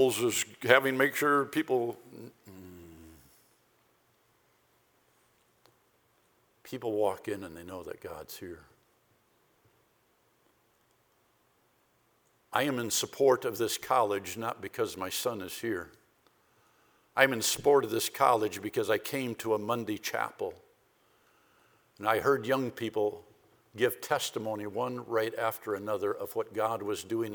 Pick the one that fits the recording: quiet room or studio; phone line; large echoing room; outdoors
large echoing room